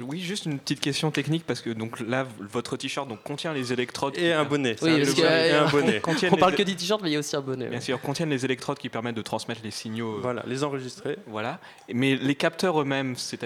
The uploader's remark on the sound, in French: RCP est en direct du pub parisien le Highlander pour une soirée neurosciences. Entre deux bières, des chercheurs nous parlerons de leurs dernières découvertes scientifiques.